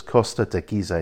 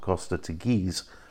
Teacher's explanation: So the E on the end becomes another syllable. · Shown in: first take · So it's Costa de Gizeh, not Costa de Giz, as we would say in English.